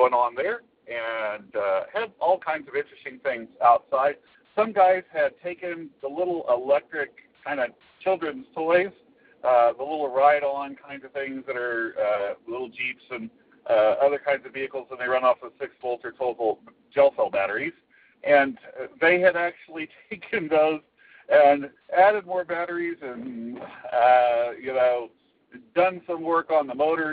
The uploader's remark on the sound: phones in a show after visiting Maker Faire: Kansas